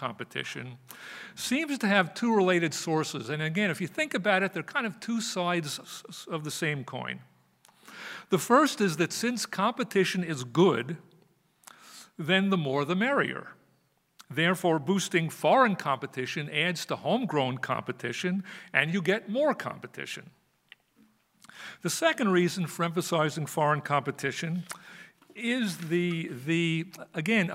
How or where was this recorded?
live audience